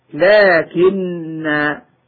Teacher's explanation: ثم سواك رجلا لكن، الأصل فيه لكن أنا هو الله ربي، فحذفت همزة أنا وأدغمت نون لكن في نون أنا فصارت لكن